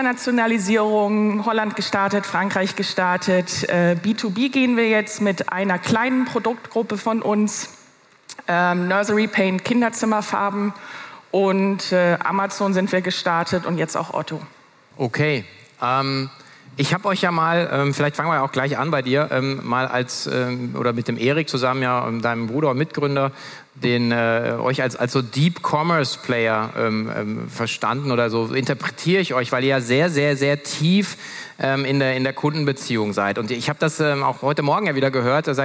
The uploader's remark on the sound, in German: Für eine spannende Gesprächsrunde auf der Future Retail Stage der K5 Konferenz 2023